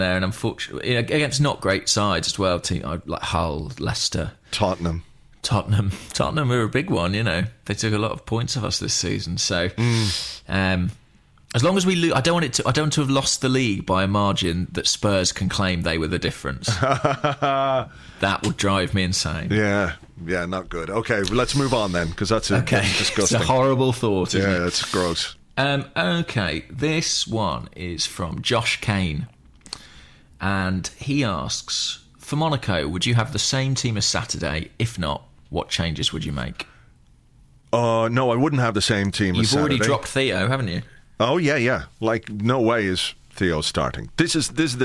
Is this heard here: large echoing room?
no